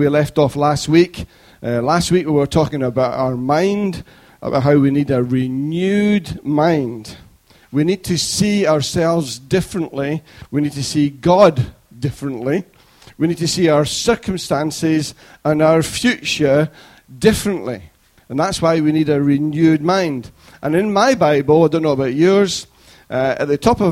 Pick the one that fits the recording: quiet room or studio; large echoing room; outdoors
large echoing room